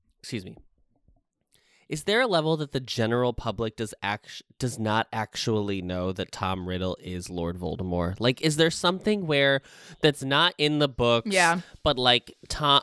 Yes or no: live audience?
no